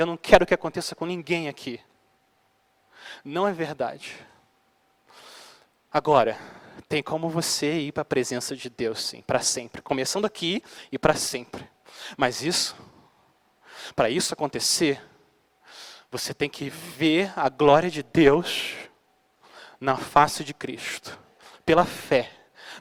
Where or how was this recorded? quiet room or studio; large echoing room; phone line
large echoing room